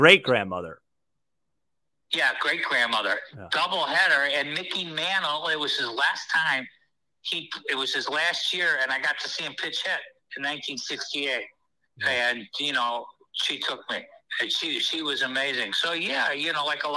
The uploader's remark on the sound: joins the show on the phone